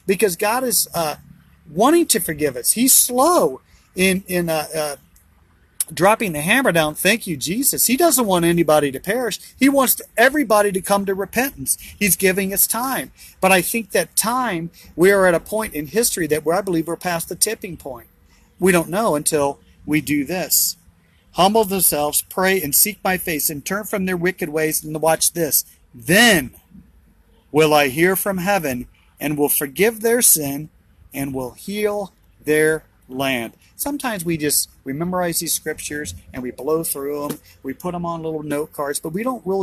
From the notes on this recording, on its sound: BROWN BAG IN THE VAN!